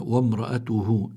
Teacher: وامرأته الراء هان مفتوحة يعني عليها فتحة، والراء إذا كانت مفتوحة أو مضمومة لابد من تفخيمها يعني من مطلقا مطلقا. وامرأته الهاء هون هاء ضمير، ما قبلها متحرك ما بعدها متحرك، فبيكون عندنا مد صلة، وهون الصلة صغرى لأنه لم يأتي بعدها همزة.